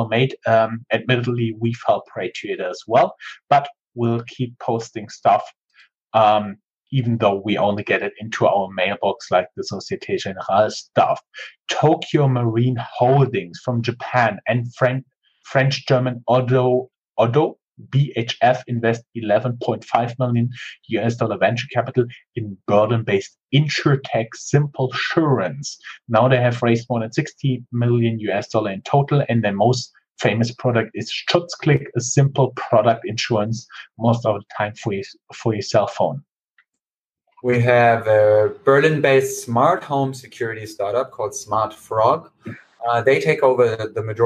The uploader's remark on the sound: This is again the audio rip from our Google Hangout. This time it did not work out as good, as we expected, but we will work on the quality.